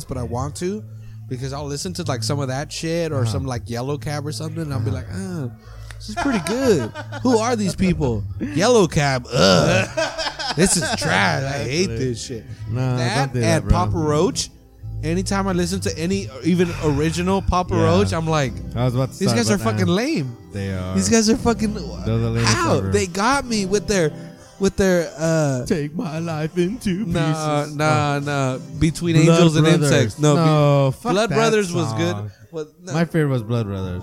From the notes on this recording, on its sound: We are back at the Press Club in Seaside for their monthly open mic night. For the last year, people have been gathering on Fremont Blvd to read poetry, sing, and play all kinds of instruments.